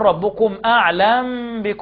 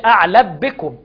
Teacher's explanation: اخفاء مع اطباق الشفتين مع عدم كز عليهما، زي الاخفاء الشفوي · Shown in: first take